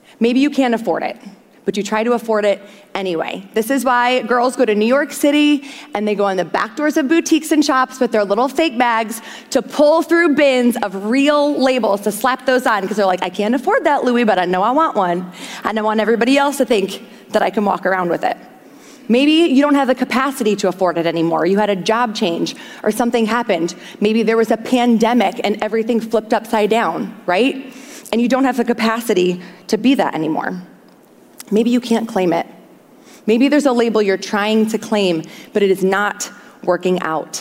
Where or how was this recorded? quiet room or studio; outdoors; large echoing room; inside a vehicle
large echoing room